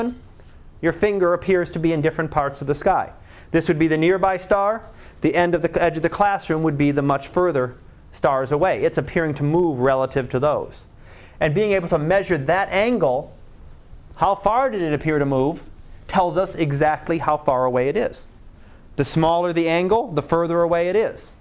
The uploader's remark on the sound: Live Class Lecture